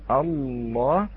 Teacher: أنت تلاحظ أن هناك ارتفاع في مقدمة اللسان، ولكن أيضا يكون هناك ارتفاع في بين أقصى اللسان ووسطه، ويكون اللسان مقعرا وسطه ينزل ويرتفع في الجانبين، الجانب الأمامي · Term: صفة الاستعلاء